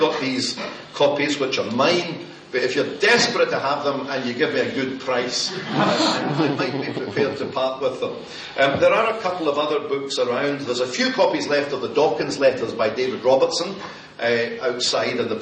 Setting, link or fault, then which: setting, live audience